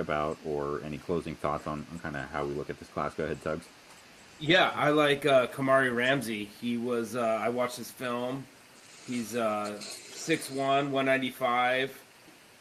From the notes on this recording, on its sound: We're still fine-tuning the audio levels - please bear with us.